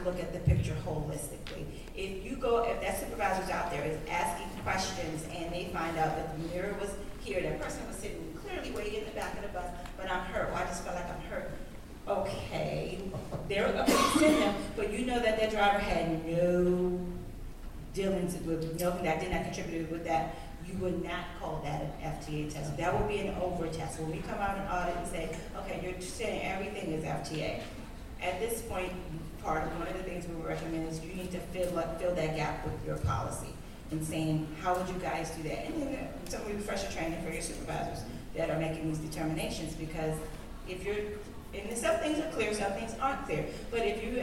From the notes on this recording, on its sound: We are still at the 13th annual FTA Drug and Alcohol National Conference.